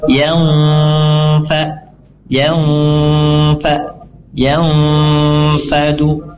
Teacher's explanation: Sifat dari ikhfa itu kita bersiap setelah kita menyamarkan bunyi nunnya dan kita langsung bersiap masuk ke huruf fa-nya · Term: ikhfa hakiki